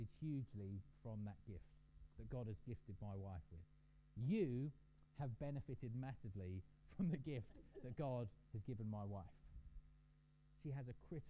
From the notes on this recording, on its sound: We apologise for the poor audio quality of this recording. This was due to technical issues.